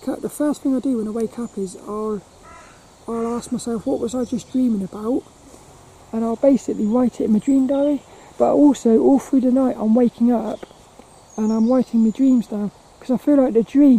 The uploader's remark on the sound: The battery on my camera died right as I said bye on this one. This walk and talk around Plymridge Woods.